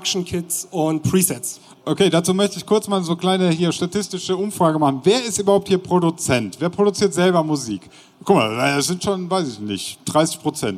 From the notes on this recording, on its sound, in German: Live von der Mixcon 2020. Auf der Mixcon in München und haben dort einen Live-Podcast gehalten und aufgenommen (daher auch die etwas schlechtere Audioqualität als gewohnt).